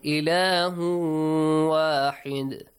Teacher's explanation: When you make a pause here, واحد دال has an echoing sound